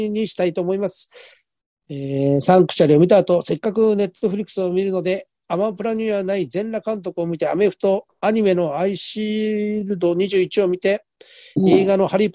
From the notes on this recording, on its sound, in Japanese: ZOOMで収録